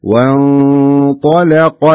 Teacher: شوف الطاء مفخمة واللام مرققة والقاف مفخمة فتنطق بهذا الشكل، وانطلق، شوف اللام مرققة لأن اللام دخلت بين مفخمين.